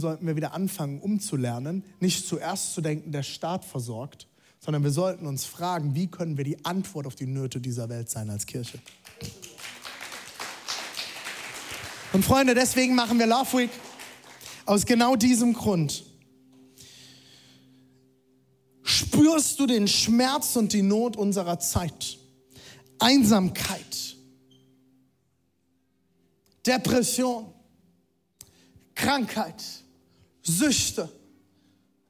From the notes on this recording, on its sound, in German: Zeal Church Leipzig. Audiomitschnitt der Predigt.